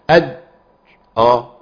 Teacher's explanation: عرفت ان وسط اللسان التصق التصاق كامل بسقف الحنك · Term: مخرج الجيم